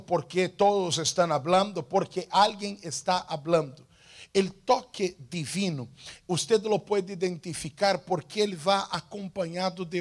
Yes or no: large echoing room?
yes